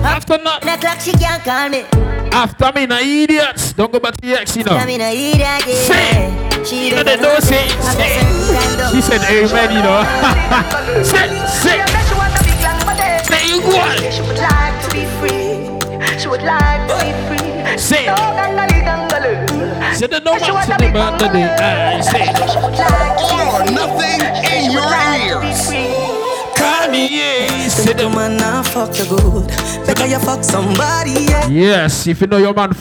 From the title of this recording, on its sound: ROYAL ROOFTOP PARTY LIVE AUDIO